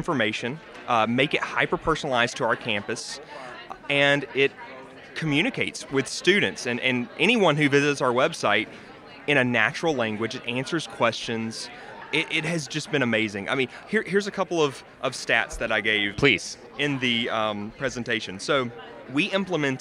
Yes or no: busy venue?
yes